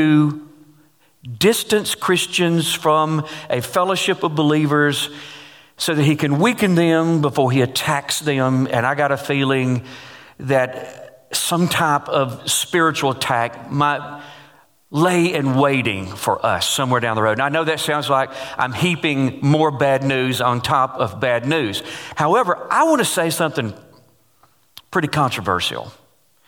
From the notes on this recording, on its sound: Taken from GCC Live: March 22